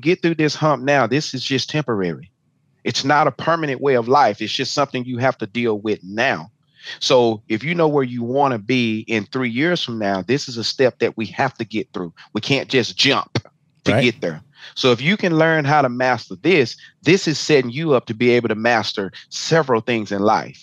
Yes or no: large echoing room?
no